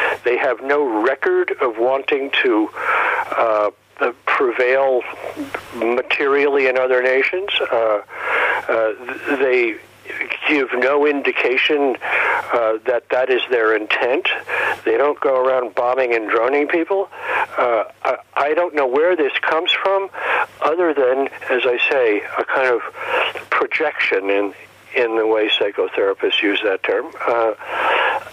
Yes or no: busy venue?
no